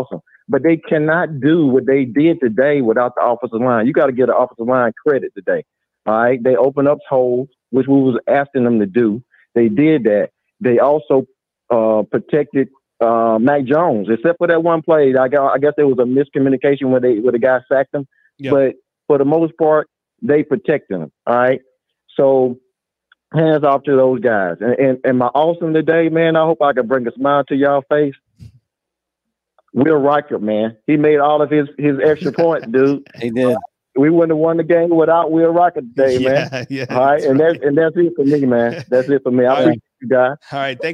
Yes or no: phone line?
yes